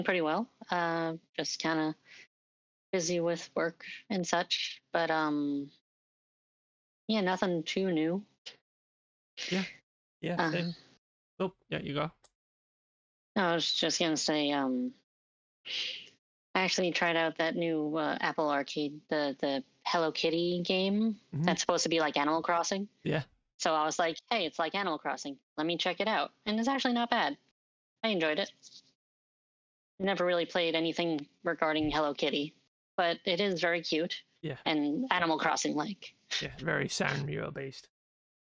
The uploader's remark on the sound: Audio is getting gradually better as we get used to everything